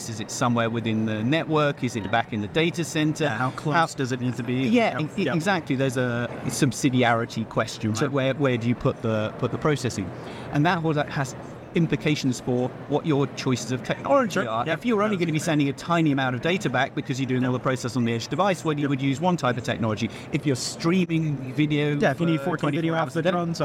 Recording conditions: busy venue